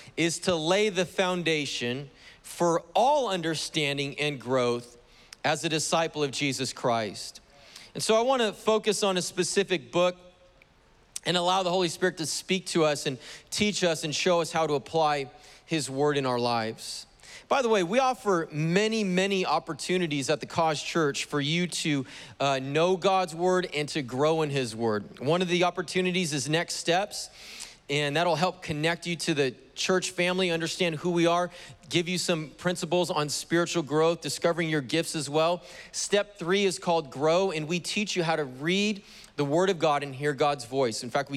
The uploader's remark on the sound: was preached on June 27th at the 11:30AM service